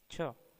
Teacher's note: ये हिंदी की तालव्य, महाप्राण, अघोष, स्पर्श ध्वनि है